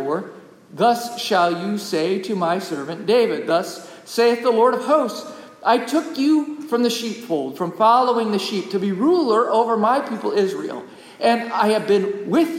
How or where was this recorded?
large echoing room